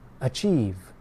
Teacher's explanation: A verb. The stress comes in the second part of the word.